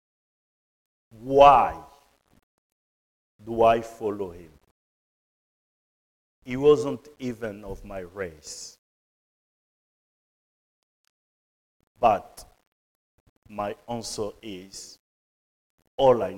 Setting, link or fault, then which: setting, large echoing room